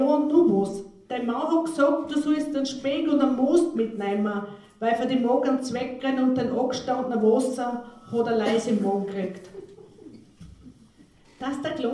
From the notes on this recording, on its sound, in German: Sie hören in diesem Beitrag selbstverfasste Texte von AutorInnen des Stelzhamerbundes Bezirk Freistadt. Die Aufnahme entstanden bei einer öffentlichen Lesung.